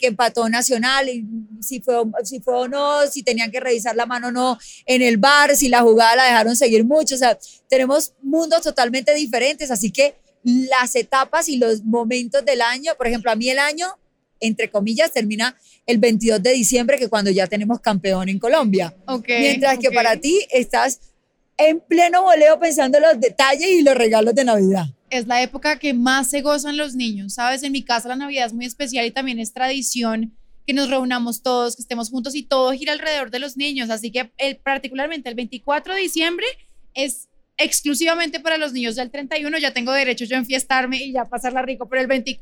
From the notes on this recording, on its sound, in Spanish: Grabado en vivo desde el centro comercial Plaza de Las Américas.